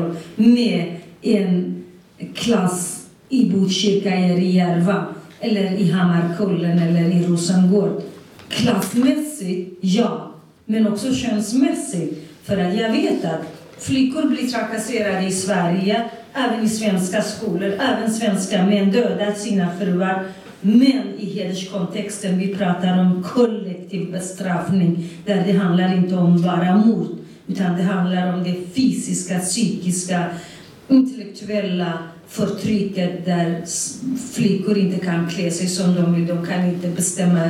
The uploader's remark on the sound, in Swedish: På ett möte organiserat av Arbetarpartiet. Här kan du höra inspelningen från mötet.